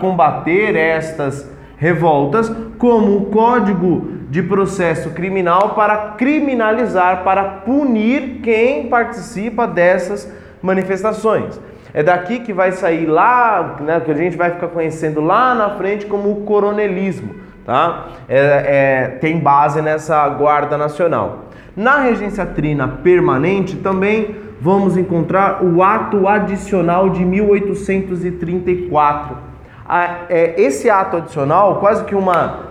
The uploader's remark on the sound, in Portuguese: Teste áudio sala de aula.